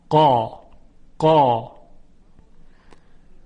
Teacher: در تلفظ حرف قاف صدا کاملا توپر و حجیم هست · Term: تفخیم